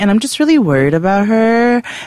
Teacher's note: She does that question mark thing at the end of everything she says. She has a vocal fry.